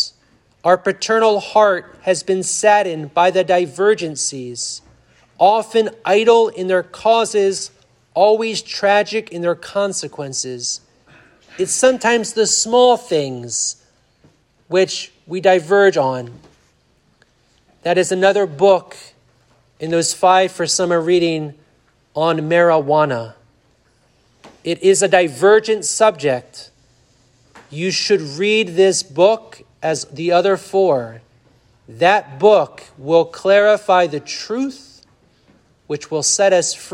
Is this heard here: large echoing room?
yes